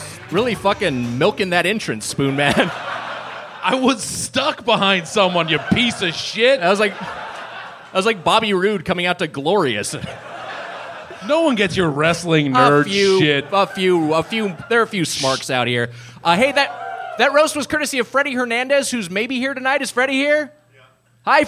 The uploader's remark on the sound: Followed by a live audience feedbag. Recorded live at the Hollywood Improv in Los Angeles.